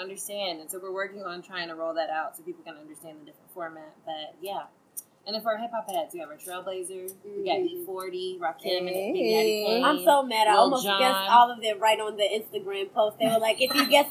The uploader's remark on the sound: The ladies meet in a noisy location in Atlanta to bring you an August episode. Please excuse the noise!